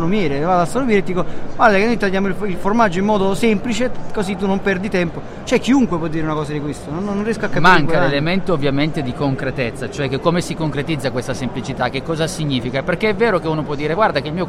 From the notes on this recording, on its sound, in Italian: Puntata live direttamente dallo Smau di Milano